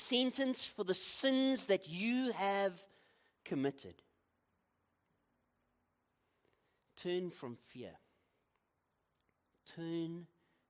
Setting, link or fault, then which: setting, large echoing room